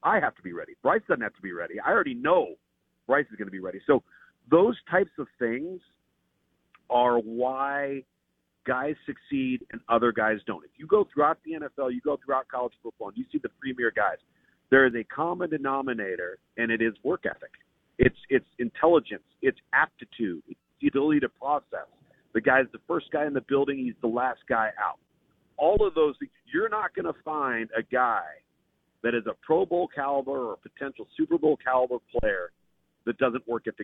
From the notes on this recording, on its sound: joins the show on the Farm Bureau guest line